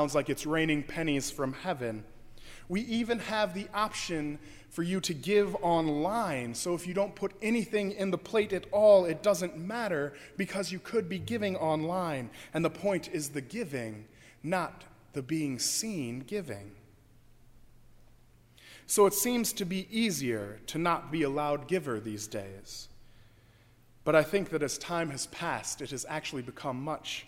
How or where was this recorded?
large echoing room